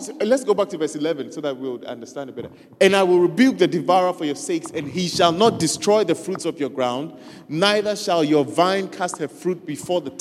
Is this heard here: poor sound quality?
no